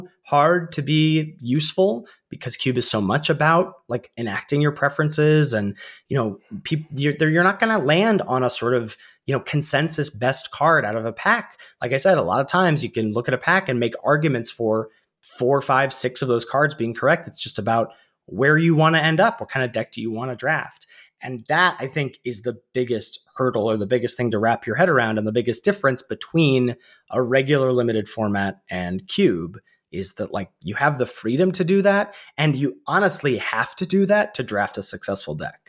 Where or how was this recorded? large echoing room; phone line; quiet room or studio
quiet room or studio